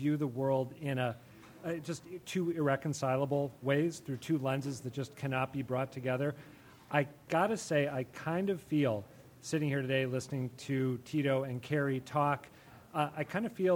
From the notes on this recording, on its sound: A Debate On Charter Schools Live From The BPL.